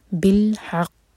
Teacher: قاف ایک تو ہیوی لیٹر ہے، دوسرا اس پر جب رکتے ہیں تو قلقلہ کیا جاتا ہے اور اس پر ہے شدہ تو یہ اسٹرانگیسٹ قلقلہ کیا جائے گا یہاں پر.